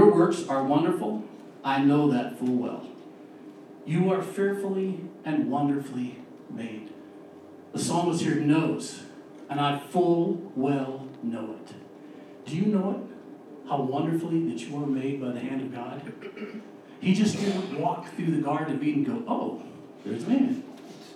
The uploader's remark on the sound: We had a little mishap with the audio this week.